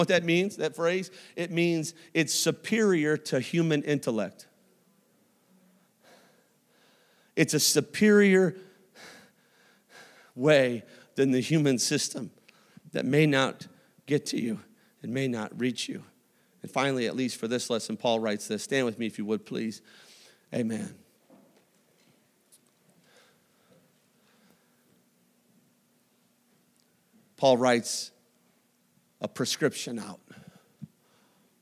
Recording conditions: large echoing room